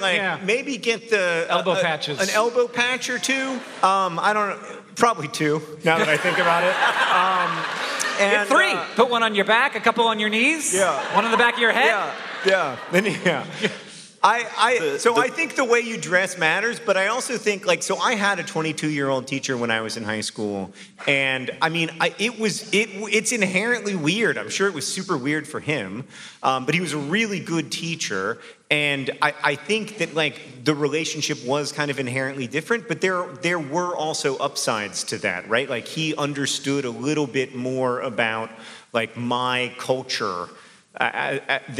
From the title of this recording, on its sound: Live From St. Petersburg, FL!